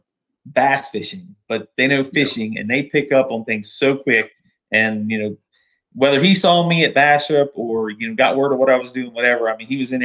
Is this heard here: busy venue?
no